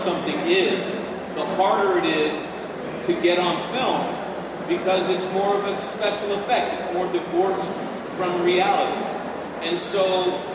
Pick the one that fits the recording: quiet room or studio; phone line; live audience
live audience